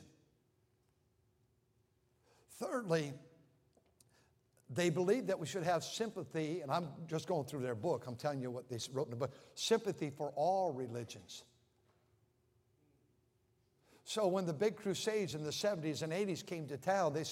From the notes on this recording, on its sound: during the Sunday Evening service on November 26, 2023, at North Valley Baptist Church in Santa Clara, California.